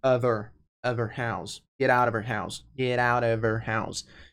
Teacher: Quando você tem of e her, você não pronuncia o H. Você só fala her, então fica of her.